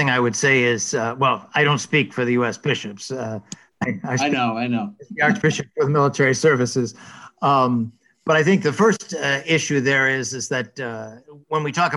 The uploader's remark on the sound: A webinar panel